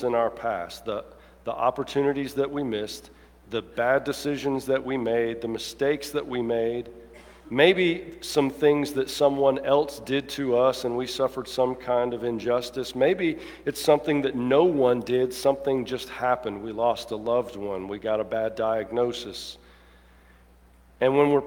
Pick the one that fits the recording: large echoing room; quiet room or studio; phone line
large echoing room